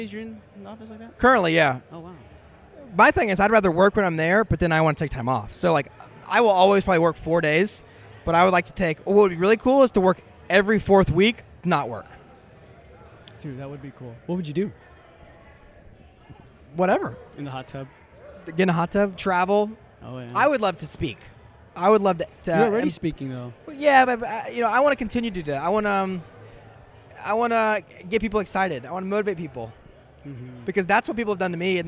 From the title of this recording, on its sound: LIVE at Voices Of Dentistry